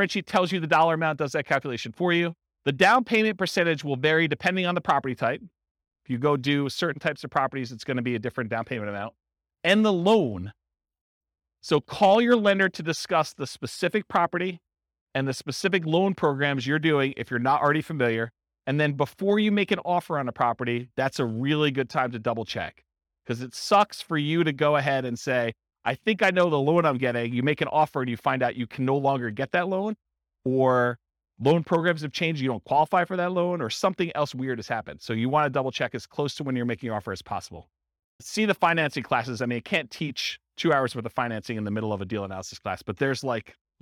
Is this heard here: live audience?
yes